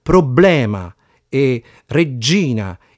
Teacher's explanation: c'è quasi sempre un raddoppiamento del suono B e del suono G